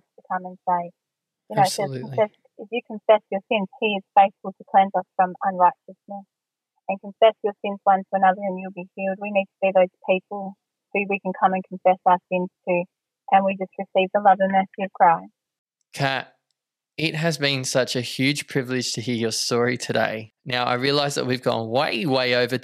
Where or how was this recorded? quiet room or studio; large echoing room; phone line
phone line